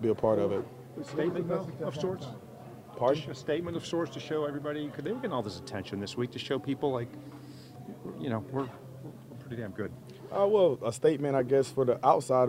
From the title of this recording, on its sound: Postgame Press Conference